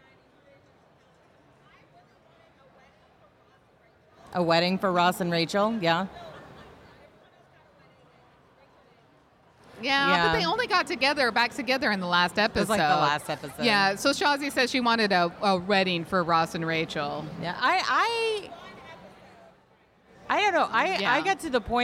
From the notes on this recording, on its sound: We are coming to you LIVE from Comicpalooza 2021 with a show from the floor. The audio isn't up to our usual standard since it was recorded on the convention floor next to other panels.